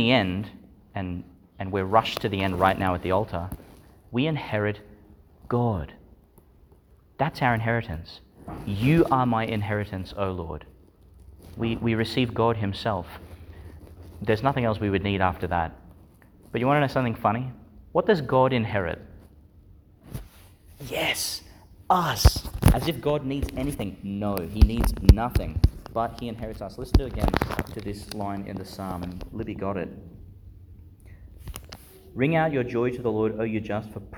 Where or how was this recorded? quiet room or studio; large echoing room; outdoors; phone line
large echoing room